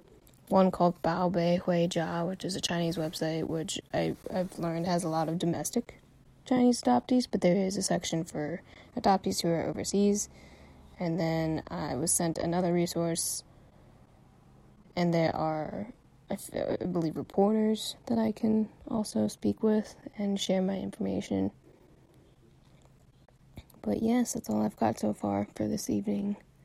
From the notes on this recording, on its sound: SOLO EPISODE. I decided to start the search process and in good fashion, I recorded voice memos documenting the process. When adding up 30 second - 3 or 4 minute recordings, these become pretty lengthy.